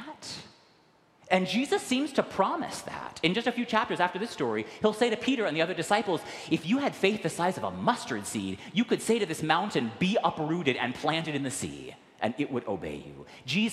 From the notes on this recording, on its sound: recorded live at the 10:00am service on Sunday, August 13, 2023